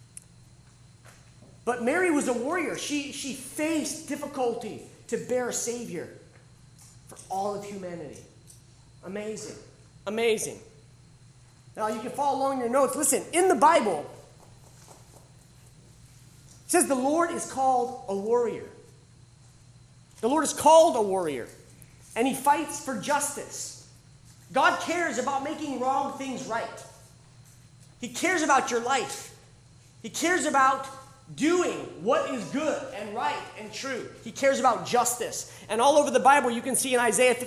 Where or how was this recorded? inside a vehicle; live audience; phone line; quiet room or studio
live audience